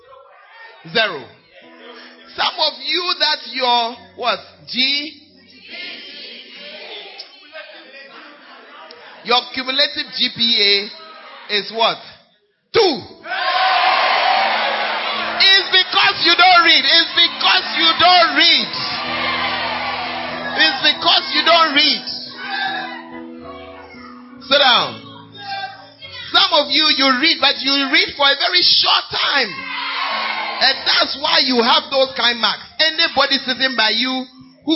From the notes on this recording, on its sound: Preached At Gathering Service, UHAS